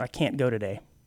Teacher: it's called glottalization, like I said, and it can happen at the end of the word as well, like with can't.